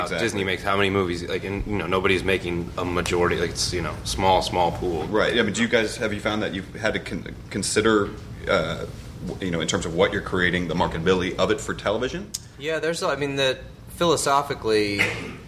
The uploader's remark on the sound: The "Stages of TV Writer" panel from the ATX Television Festival.